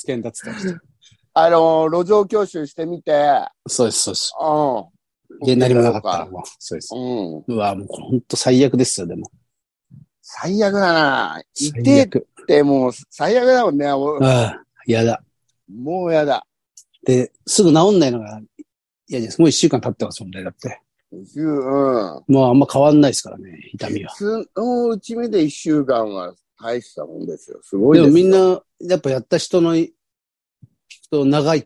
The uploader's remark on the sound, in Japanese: ZOOMで収録。